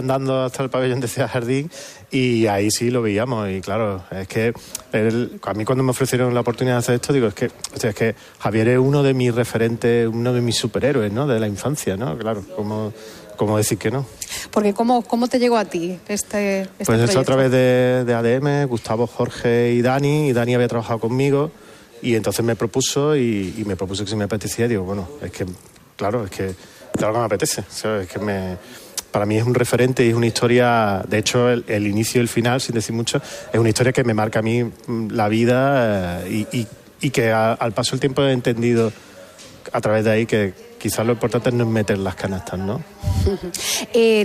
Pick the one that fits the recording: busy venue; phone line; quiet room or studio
busy venue